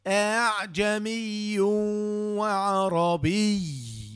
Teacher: تنوين بالضم مدغم في الواو المفتوحة، مدغم بغنة حركتين في الواو